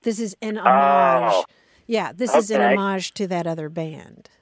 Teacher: You would accent the second syllable if you're talking about the thing itself that you're doing, the tribute itself.